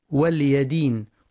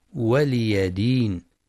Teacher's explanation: والصواب ولي دين بكسر اللام وفتح الياء · Shown in: second take